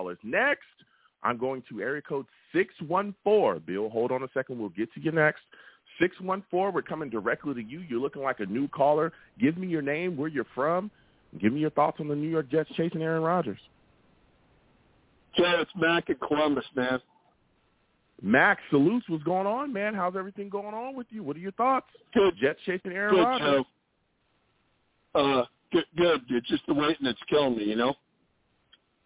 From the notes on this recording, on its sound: I take live callers!